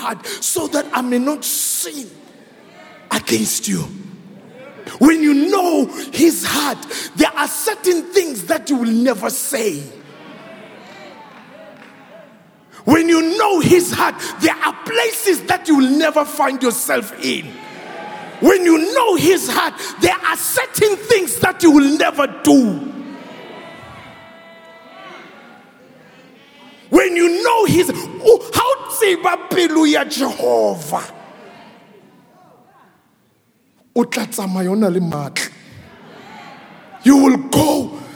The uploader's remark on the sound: preached at Grace Bible Church Pimville on the 22nd of May 2022 at the 7am Service